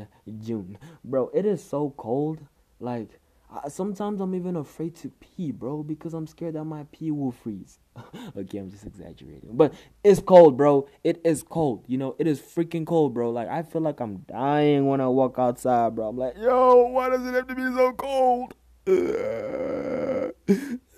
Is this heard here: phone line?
no